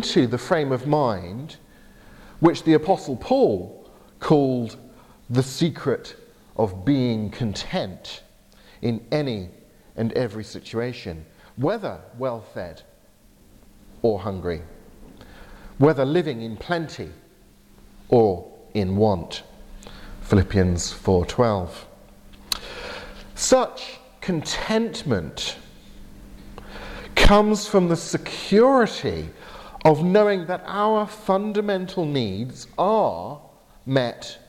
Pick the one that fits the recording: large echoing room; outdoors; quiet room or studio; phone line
large echoing room